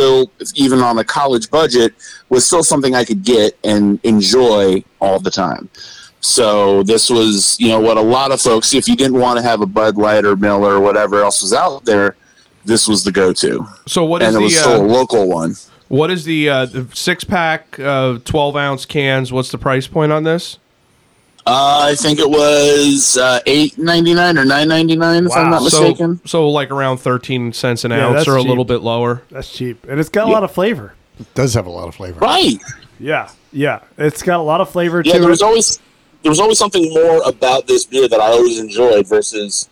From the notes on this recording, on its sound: join us as a guest by phone